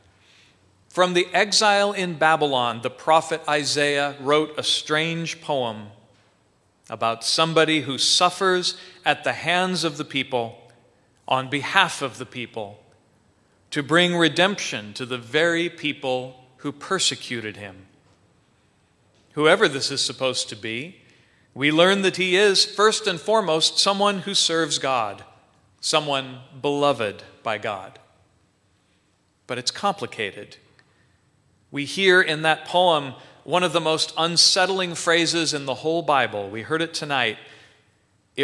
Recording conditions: large echoing room